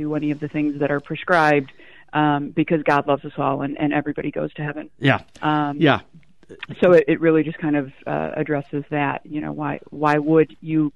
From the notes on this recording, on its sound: We're opening up the phone lines today!